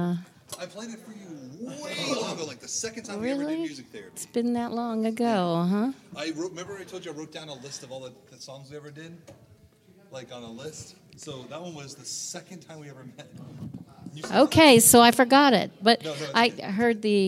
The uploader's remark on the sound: This is Part II of our Room In The Inn series where you can hear some live audio from the worship night at RITI in Berea KY.